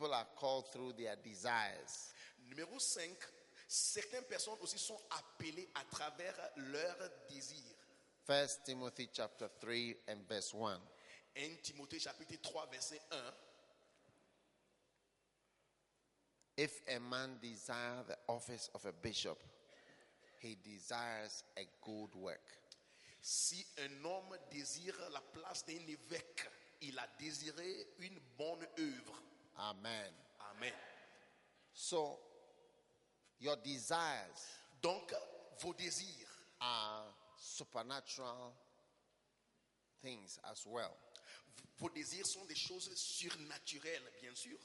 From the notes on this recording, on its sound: Preached at the Bafoussam Pastor's Conference, Cameroon.